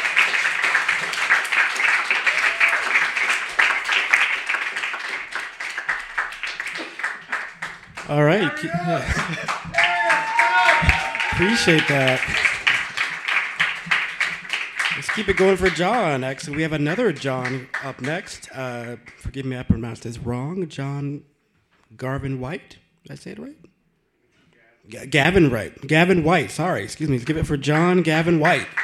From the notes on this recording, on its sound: Brooklyn Poets Yawp open mic